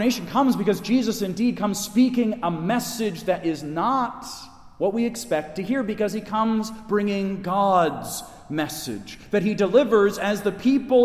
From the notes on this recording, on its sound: Delivered at Resurrection Catholic Church in Wayne, IL